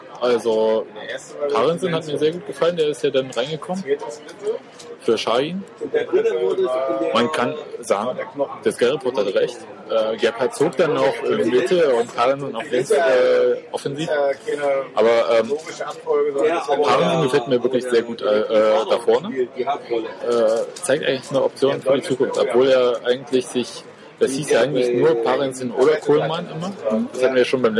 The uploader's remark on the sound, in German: Ein Macbook allein reicht nicht zur Aufnahme auf der Straße.